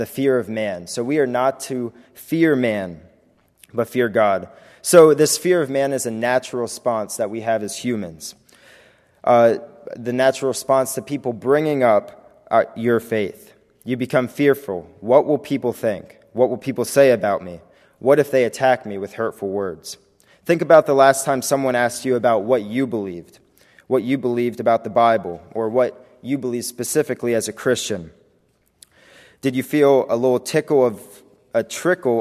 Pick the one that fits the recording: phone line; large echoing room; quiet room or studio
large echoing room